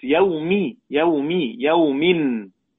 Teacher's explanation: الساكن هو نون التنوين، والتنوين حركته بالكسر